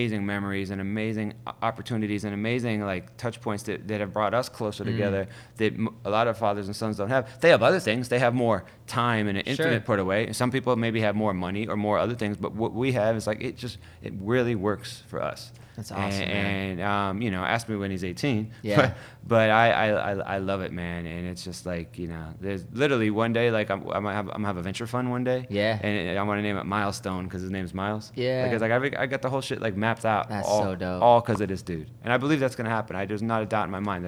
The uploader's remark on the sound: Recorded live at: The W in Hollywood CA